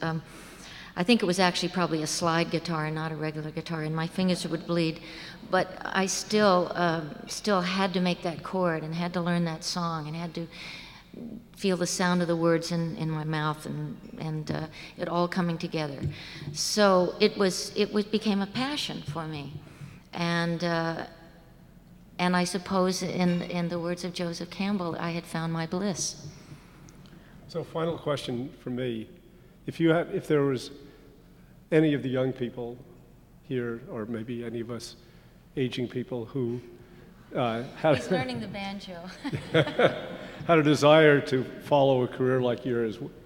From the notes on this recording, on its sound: recorded at the Academy of Achievement's 2005 Summit in New York City